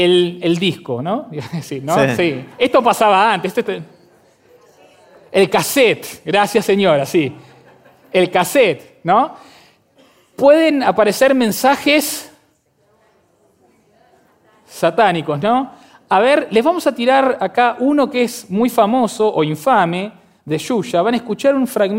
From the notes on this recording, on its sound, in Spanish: Este es un episodio muy especial de Aprender de Grandes que grabamos con audiencia en vivo en el Centro Cultural de la Ciencia en Buenos Aires.